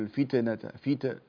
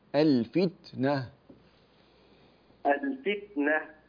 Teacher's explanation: احترز من قلقلة، احترز من قلقلة التاء، لا تقول الفتنة فيت، لا مش قلقلة وإنما همس فتنة، يعني أنت امسك التاء كويس، هذا ما يسمى الشدة، ثم اترك الهواء يخرج، هذا يسمى الهمس · Shown in: second take · يعني لا تتكلفه.